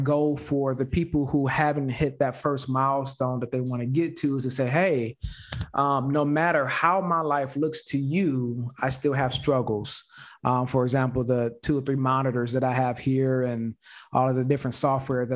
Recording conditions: video call